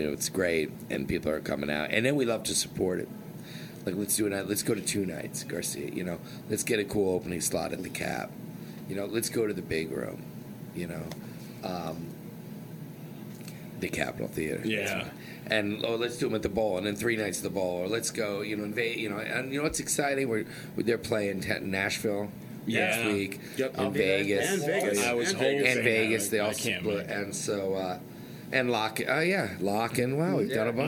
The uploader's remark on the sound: Recorded backstage at Mohegan Sun Arena before Goosemas 8!